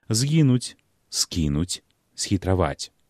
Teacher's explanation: пры літаратурным вымаўленні гукі «з», «с» не змякчаюцца перад мяккімі заднеязычнымі «е», «кі», «хе».